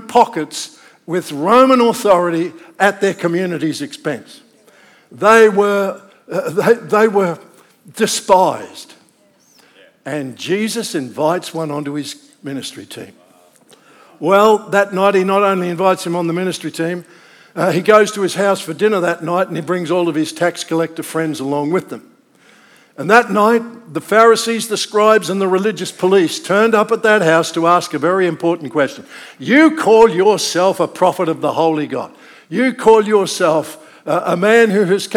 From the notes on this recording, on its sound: This message was originally recorded at NEUMA Melbourne City location, on Sunday, 9th July 2023, at the 11:30 AM service.